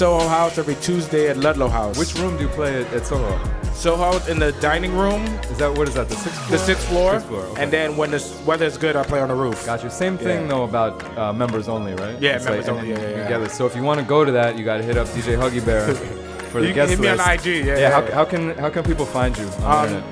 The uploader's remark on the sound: Originally broadcast live on May 1, 2017 from the storefront of The Late Late Bar on Houston Street in New York City.